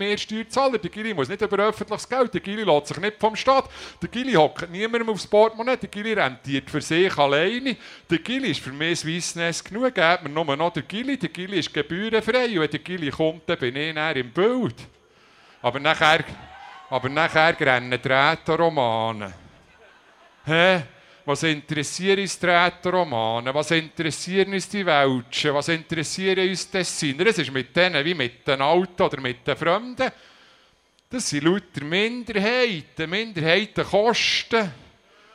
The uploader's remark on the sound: RaBe live vom Bundesplatz. Radio Bern RaBe hat die Kundgebung live übertragen.